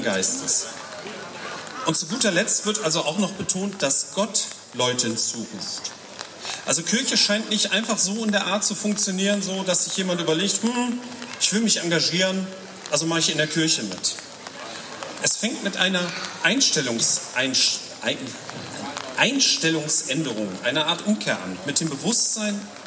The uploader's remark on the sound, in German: Predigt auf dem Stadtfestgottesdienst